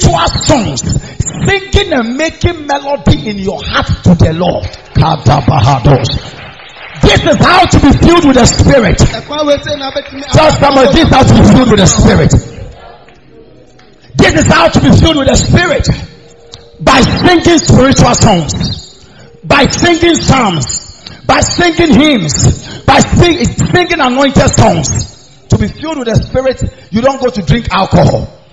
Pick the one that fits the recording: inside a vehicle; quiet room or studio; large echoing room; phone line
large echoing room